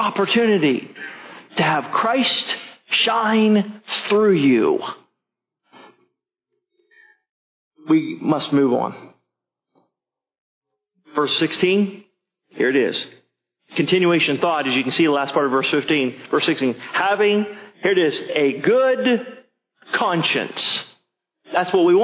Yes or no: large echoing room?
yes